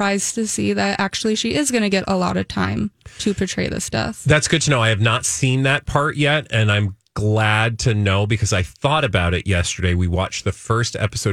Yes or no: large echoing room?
no